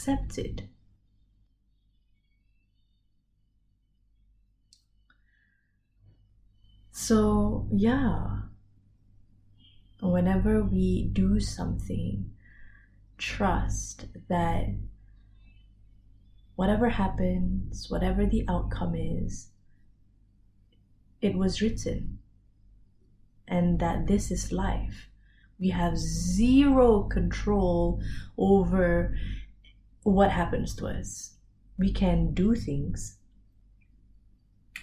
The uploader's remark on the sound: I recorded this episode without my mic—completely unplugged!